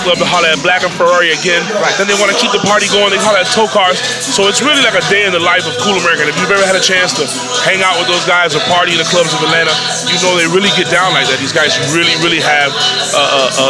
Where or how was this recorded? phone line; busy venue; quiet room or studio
busy venue